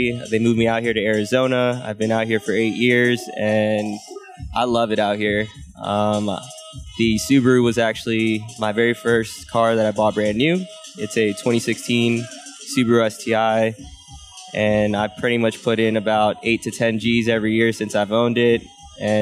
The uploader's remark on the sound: Live from Elite Tuner Arizona